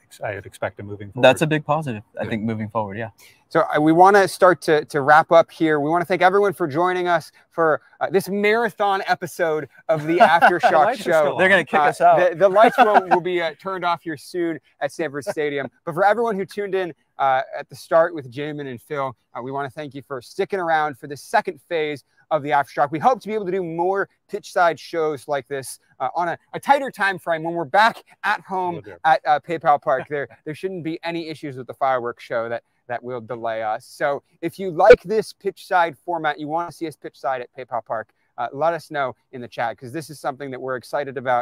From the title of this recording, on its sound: LIVE from Stanford Stadium!